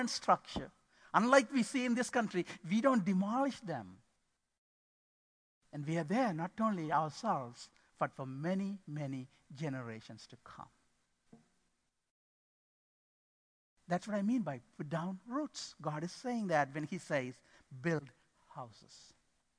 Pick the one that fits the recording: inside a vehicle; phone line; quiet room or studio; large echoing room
large echoing room